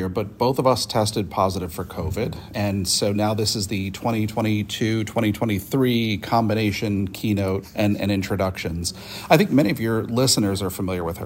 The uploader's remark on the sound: on site in Boston for NESHCo’s annual conference